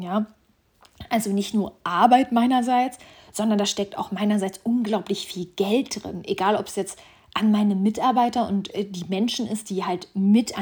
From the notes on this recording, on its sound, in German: Schon hab ich mit dem Jingle Vorsatz gebrochen und schon wieder raw und uncuttet per Handy recorded.